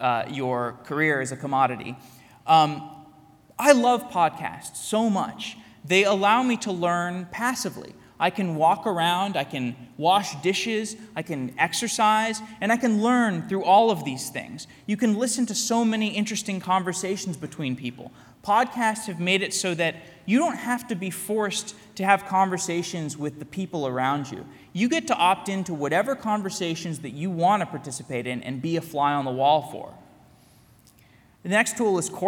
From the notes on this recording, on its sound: A keynote I gave at Full Stack Tech Radar Day in Tel Aviv. Keynote at Tikal Full Stack Tech Radar Day.